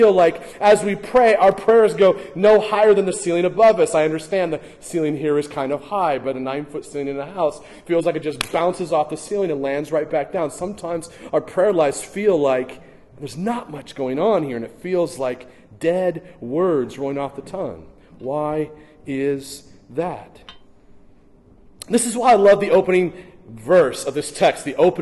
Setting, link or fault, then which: setting, large echoing room